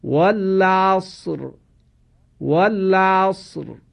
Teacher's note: این حرکت فتحه باعث شده که حرف رای ساکن ما در اینجا تفخیم بشه. لذا میخوانیم والعصر والعصر.